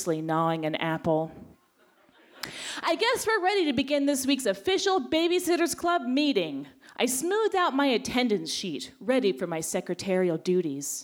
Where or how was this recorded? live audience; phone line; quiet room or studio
live audience